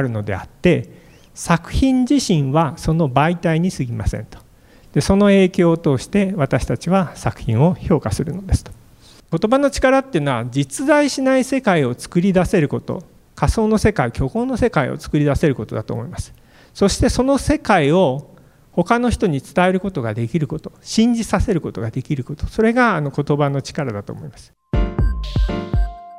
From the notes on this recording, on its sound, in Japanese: FM FESTIVAL 2017 未来授業 明日の日本人たちへ」特別公開授業